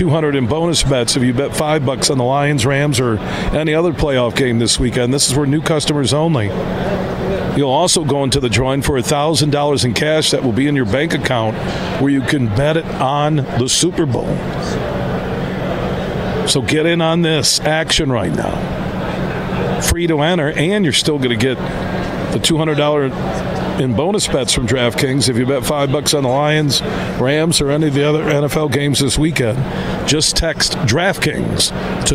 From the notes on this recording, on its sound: Today we're broadcasting live from the Ultimate Fishing Show Detroit